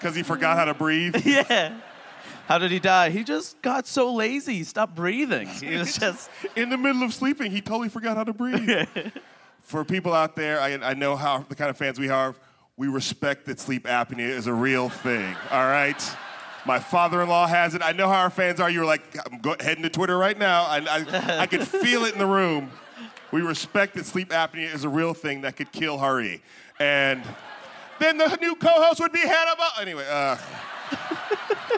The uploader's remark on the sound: Coming to you LIVE from San Francisco, it’s Politically Re-Active at Comedy Central’s Clusterfest!